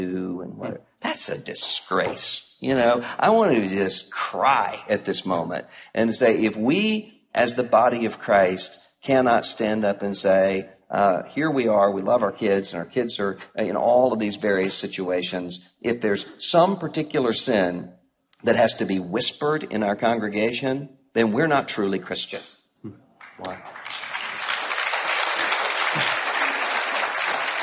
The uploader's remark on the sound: Live from National Conference 2014. Audio from the Live Q&E Event. At the ERLC 2014 National Conference.